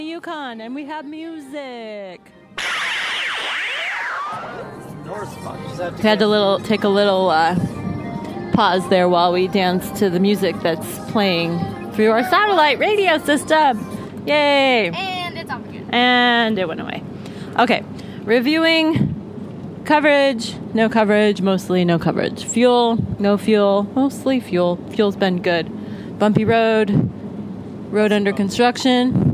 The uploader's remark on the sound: Live from the Alaska Highway